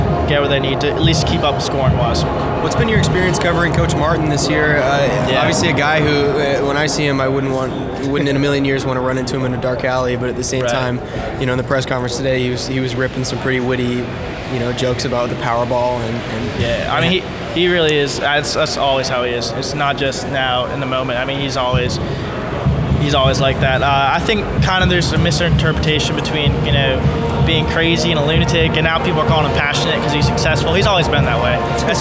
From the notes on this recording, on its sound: Live from Phoenix. Zags On Three is live in Phoenix at the Final Four!